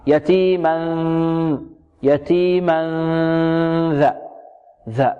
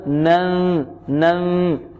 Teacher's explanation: طيب هنا نخفي التنوين ونتهيأ لمخرج الذال، يعني نخرج هنا ننطق الميم يتيما من ذا، ننطق الغنة أو ننطق الإخفاء ونأتي بالغنة ممطوطة، ثم واللسان يكون ماذا في حالة الغنة؟ يكون طرف اللسان مع طرف الثنايا العليا، نتهيأ لمخرج الذال مع الغنة